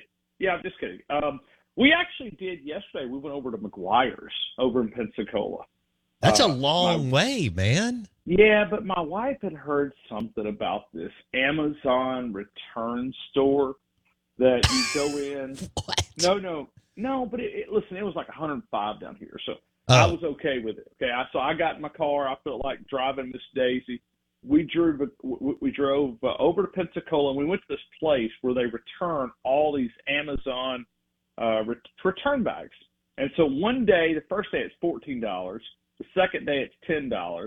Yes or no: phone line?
yes